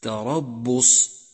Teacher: صفة الشدة لحرف الباء في كلمة تربص، تربص، حيث امتنع جريان الصوت عند النطق به